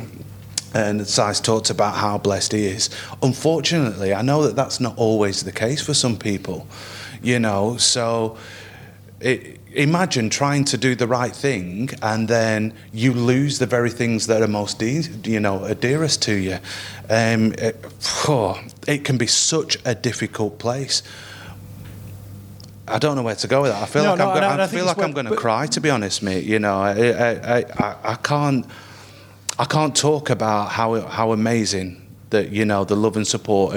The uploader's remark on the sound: In this week's episode we host a live Q&A event at the top of the Radio City Tower in Liverpool. The panel taking questions from our live audience.